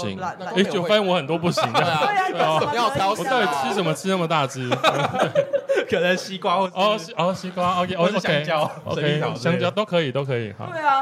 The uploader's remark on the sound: 參加在台南 咖哩鬥陣 提供場地的Live Podcast活動.